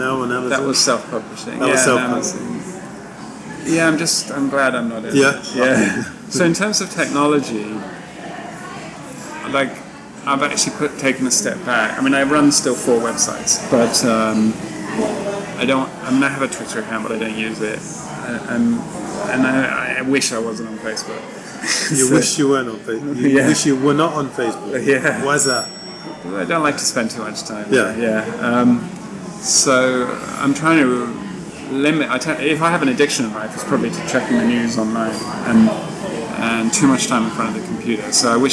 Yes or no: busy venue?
yes